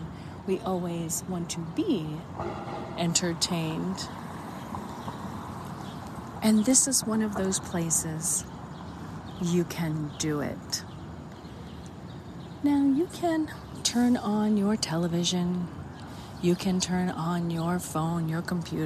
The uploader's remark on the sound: LIVE from Playhouse Square Cleveland, Ohio. At Public Square, Cleveland, Ohio, USA. This is a special on location Walk and Talk of our Mindfulness Summer Tour 2022.